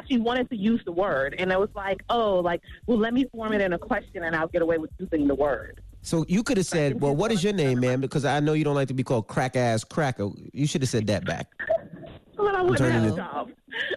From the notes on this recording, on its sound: Today on the show we opened up the phone lines. We opened up the phone lines to here some of our listeners stories.